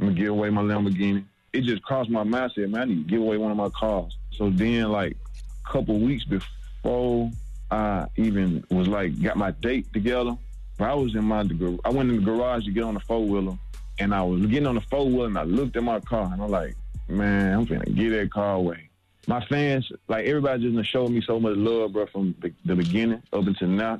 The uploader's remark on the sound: We opened up the phone lines to see if any of our listeners have been accused of sleeping their way to the top!